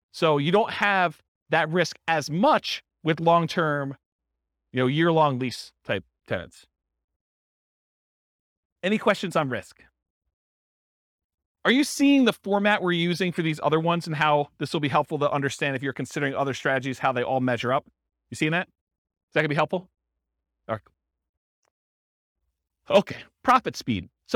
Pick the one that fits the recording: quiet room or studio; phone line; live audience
live audience